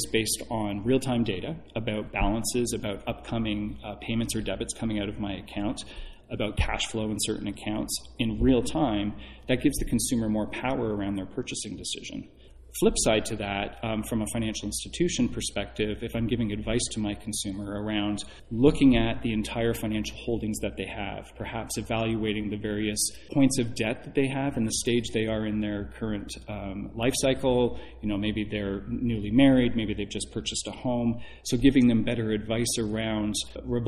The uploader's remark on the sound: Live from DN Intersect. Sat down at the company's DN Intersect event. This podcast is one of a group of four recorded on site at the Diebold Nixdorf DN Intersect conference in Las Vegas, September 2019.